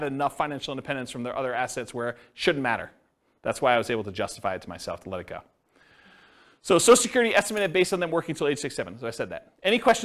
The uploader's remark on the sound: This was a live class recorded